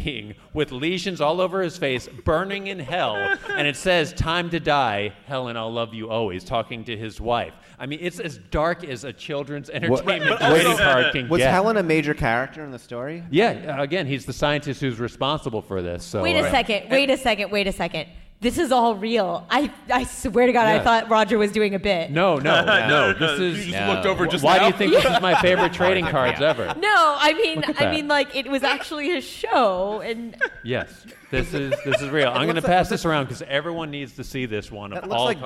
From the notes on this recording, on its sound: Recorded live at a lovely library several blocks away from San Diego Comic-Con 2016! The show was recorded with TWO different audio devices for ONE audience member.